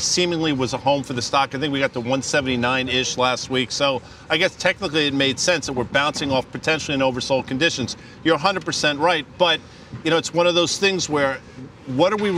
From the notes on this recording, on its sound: Live From Miami Beach. From the iConnections Global Alts Conference in Miami Beach.